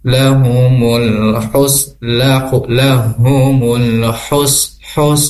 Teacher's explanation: Makhraj hak itu terdapat di wasthal halaqi, tengah-tengah tenggorokan. Dan jadi lahumul hus lahumul hus hus, jadi dengan hu. · Term: makhraj haknya